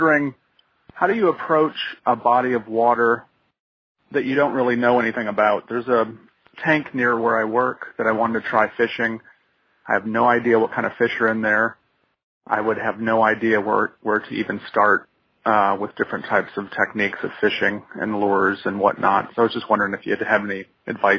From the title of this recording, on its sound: Listener Calls